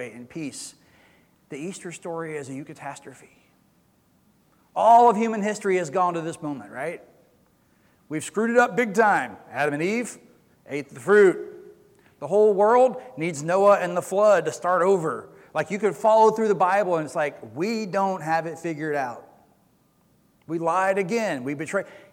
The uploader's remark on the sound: Recorded sermon from Easter Sunday April 17, 2022.